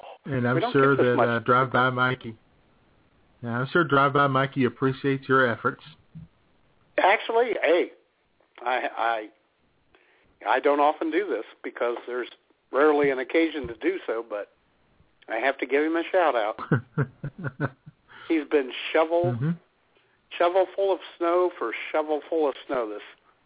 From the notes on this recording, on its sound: your phone calls as IWS Radio broadcasts LIVE from The Love Shack